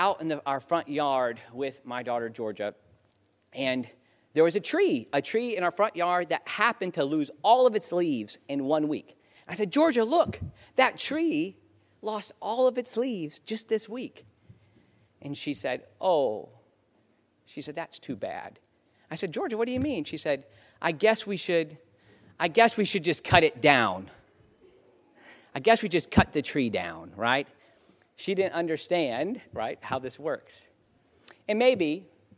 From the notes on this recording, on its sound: In the second half, there is a recording of a keynote. At the Doing the Salvation Army Civic Luncheon in Naples in 2016.